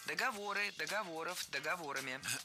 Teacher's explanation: ударение в слове «договор» не двигается, всегда остается на третьем слоге · Term: неподвижным ударением на основе